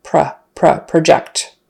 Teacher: since the first syllable is no longer stressed in the verb, the vowel turns into kind of a schwa, a short U.